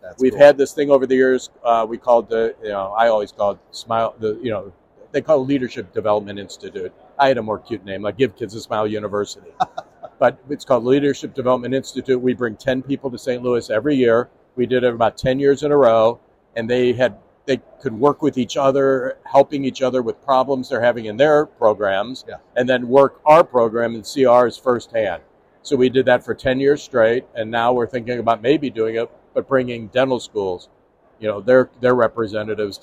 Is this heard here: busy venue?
yes